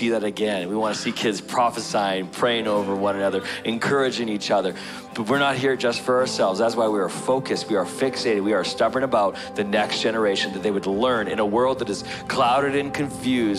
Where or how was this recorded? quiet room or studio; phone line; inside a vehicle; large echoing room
large echoing room